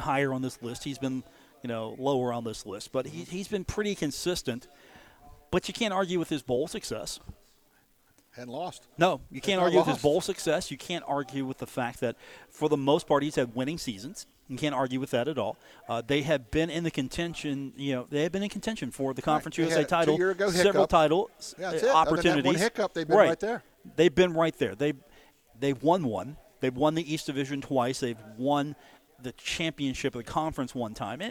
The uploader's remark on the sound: broadcast live from The Union Pub and Grill in Huntington